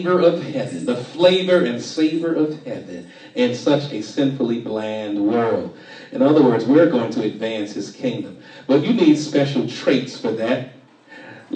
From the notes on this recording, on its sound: Shared this message live on 2/11/24 at the Island Nursing and Rehab Center.